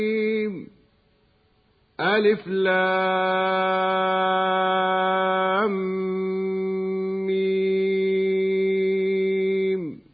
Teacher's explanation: لام مد لازم حرفي مثقل يمد بمقدار 6 حركات. ولوجود الإدغام في اللام عند النطق بالميم يصير المد الحرفي لازما مثقلا، أي يلزم بعد إدغامه أن تثبت الغنة بمقدار 2 حركات.